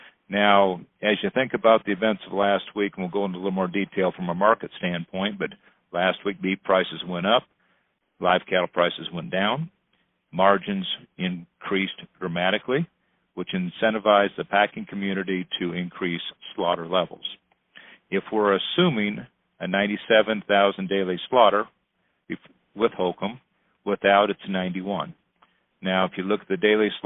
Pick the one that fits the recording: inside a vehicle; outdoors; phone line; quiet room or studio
phone line